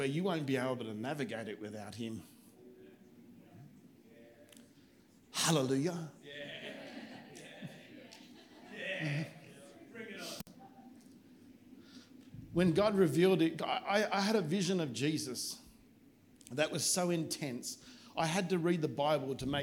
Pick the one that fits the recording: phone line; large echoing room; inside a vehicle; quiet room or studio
large echoing room